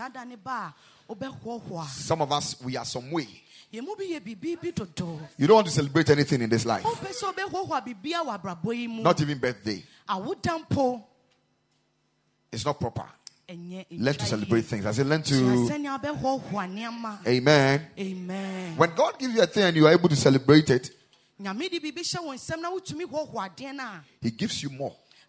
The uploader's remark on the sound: Preached at the Royal Service on Father’s Day 2022.